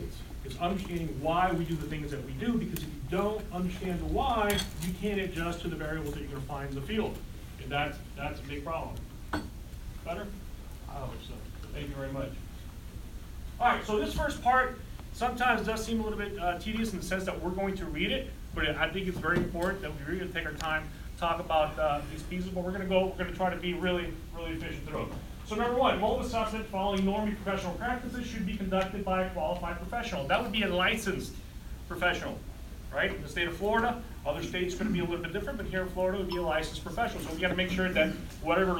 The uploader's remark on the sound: A collection of training segments, interviews and more, live from the Experience Convention in Fort Lauderdale FL May 2023.